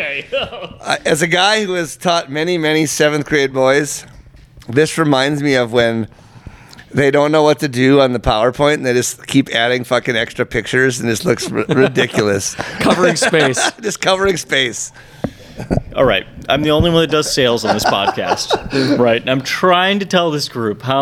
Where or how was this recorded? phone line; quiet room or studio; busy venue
busy venue